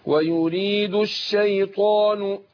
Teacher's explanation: انا بفخم الطاء وبعدها الالف